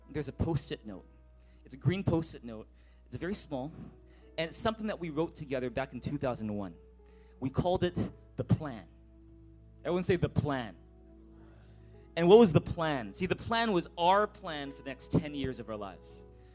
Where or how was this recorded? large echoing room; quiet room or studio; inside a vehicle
large echoing room